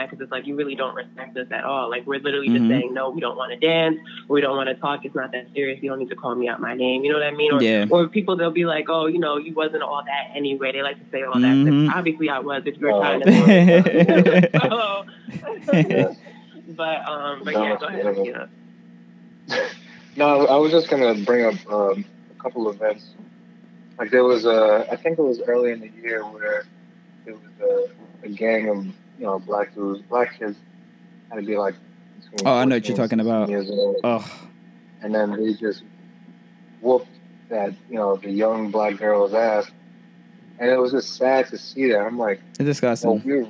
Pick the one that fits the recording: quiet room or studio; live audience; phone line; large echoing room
phone line